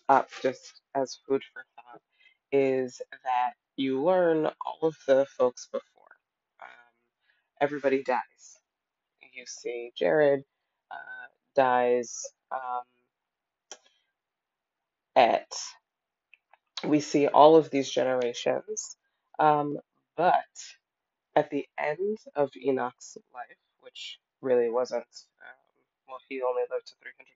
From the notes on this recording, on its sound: Forgive the audio quality in this episode!